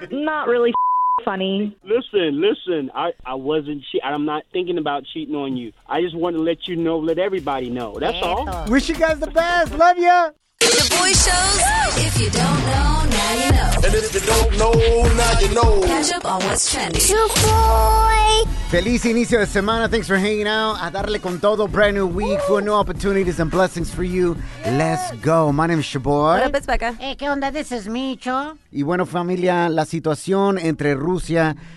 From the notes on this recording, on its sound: We opened up the phone lines and asked our listeners.